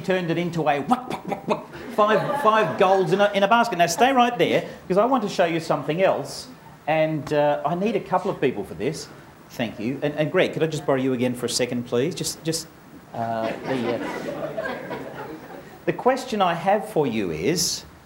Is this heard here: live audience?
yes